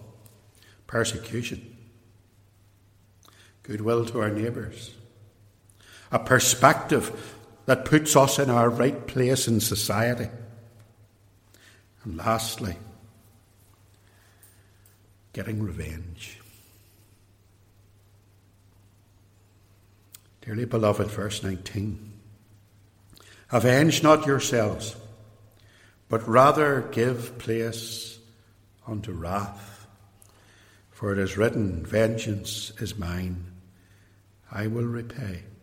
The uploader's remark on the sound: In this extract from a sermon preached at Templepatrick Reformed Church.